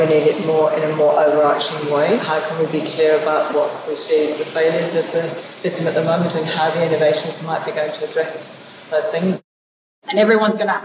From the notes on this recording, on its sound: Conversations recorded at a one-day workshop from Sydney's Food Innovators. Food Forward was recorded on the lands of the Gadigal people of the Eora Nation. Recording Studio: The Brain Studios.